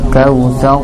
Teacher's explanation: Ro-nya enggak jelas ya. Ro-nya enggak ada takrir, tapi disamarkan dan tafkhim.